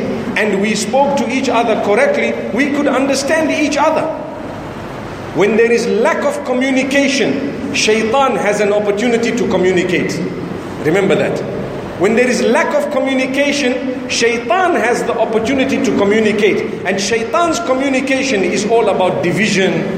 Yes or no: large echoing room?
yes